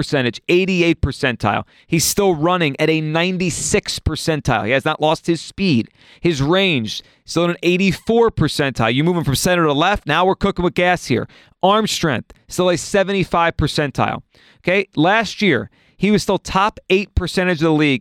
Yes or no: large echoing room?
no